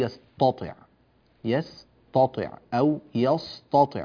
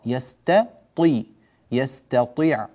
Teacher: فعلينا ترقيق التاء جيدا وعدم تأثرها بالطاء المفخمة بعدها · Shown in: second take